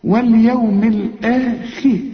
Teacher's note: لكن عند الوقف ما دام الحرف اللي قبل الراء مكسور رقق الاخر.